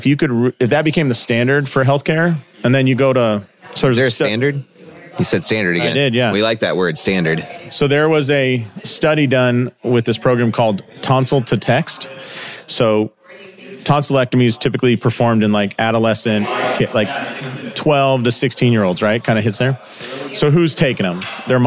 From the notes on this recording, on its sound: Live in St. Louis at Winchester Spine and Sport. This episode was recorded during a Clinic Gym Hybrid Live Event in St.